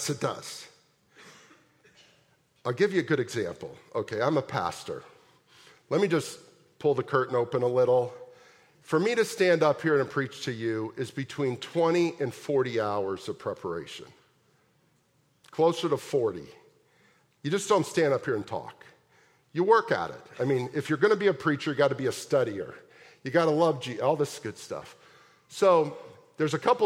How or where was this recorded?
large echoing room